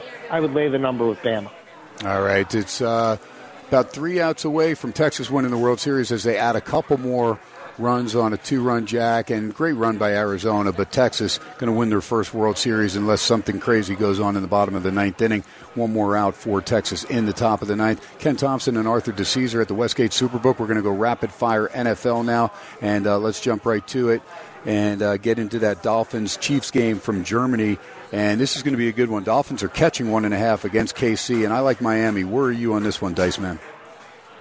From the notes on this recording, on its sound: SPORTSXRADIO HUMP DAY FROM STEINERS PUB. "Live" from #SteinersPub #LasVegas. SXR is heard "live" on 101.5 FM K-DAWN out of #LasVegas.